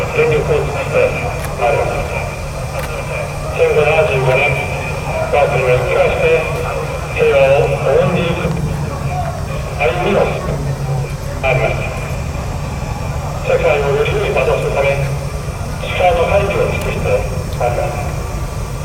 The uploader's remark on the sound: Field-recorded at Yasukuni Shrine, Tokyo.